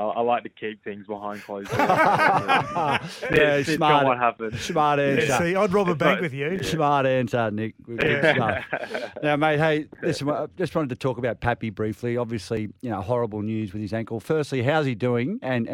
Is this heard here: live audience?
no